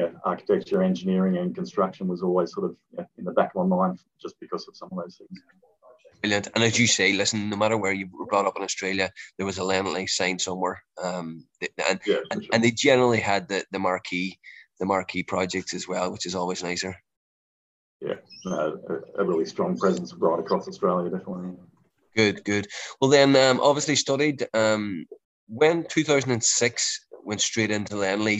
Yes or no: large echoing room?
no